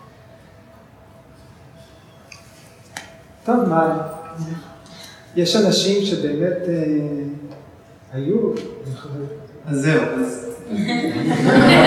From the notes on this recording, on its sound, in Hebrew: כפי שהוקלטה במפגש בבית האמנים